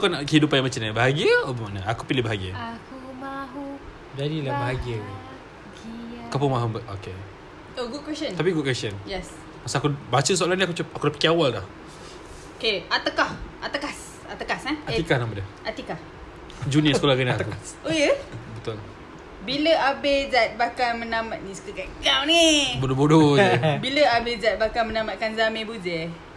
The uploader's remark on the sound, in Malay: Maaf, as usual kami record sambil lepak, kuat sngt pula bunyi kunyah keropok roda dan plastik dia.